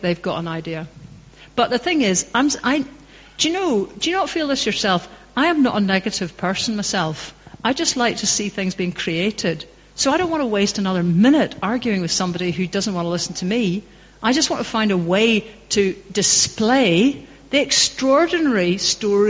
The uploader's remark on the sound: Q&A.Dunoon. The Post Talk Q and A session - A Democracy Live recording.